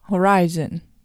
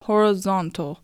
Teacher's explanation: 水平線は horizon ですが、こちらは RI が ri と発音されますが、水平という意味の horizontal は RI の部分は ra という発音になります